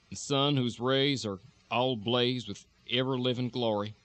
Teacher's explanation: more throaty resonance, you're going to have a much less pitch movement and it's going to sound almost monotone.